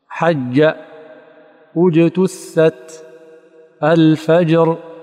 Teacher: مع إلصاق وسط اللسان بوسط الحنك الأعلى إلصاقا محكما لتتحقق الشدة